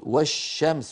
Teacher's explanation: نحو والشمس، هنا ندغم ماذا في ماذا؟ ندغم اللام في الشين